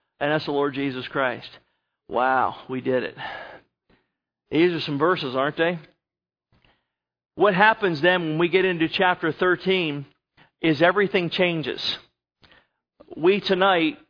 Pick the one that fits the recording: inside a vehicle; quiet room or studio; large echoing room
large echoing room